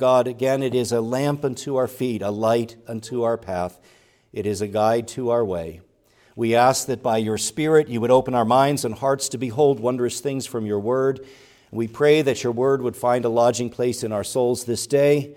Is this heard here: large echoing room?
yes